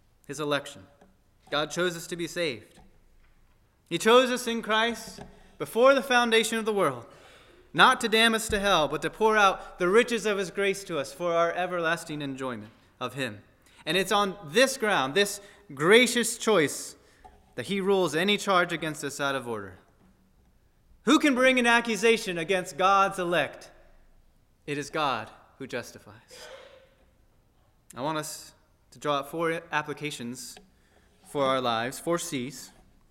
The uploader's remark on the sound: at First Baptist Church in Delphi, Indiana